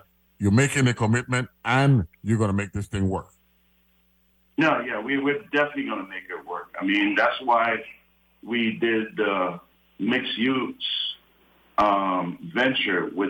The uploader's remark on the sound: Broadcasting from St Thomas. Speaks on the phone. From The Lofts at Company Street.